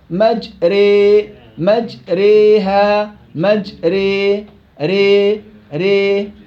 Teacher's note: إمالة كبرى تكون أقرب إلى الياء، مجري مجريها مجري ري ري، أقرب إلى الياء منها إلى الألف. 75% ياء و 25% ألف.